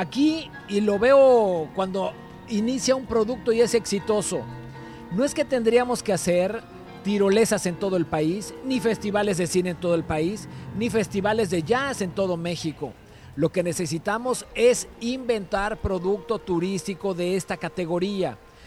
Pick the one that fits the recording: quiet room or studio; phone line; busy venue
busy venue